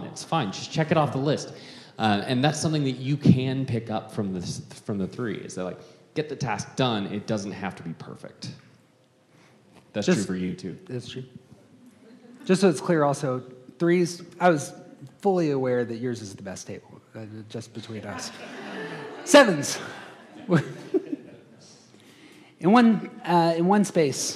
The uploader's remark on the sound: These episodes contain some of the live audio from that event.